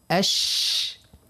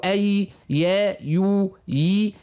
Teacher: الثلاثة هذوما الحروف يخرجوا من وسط اللسان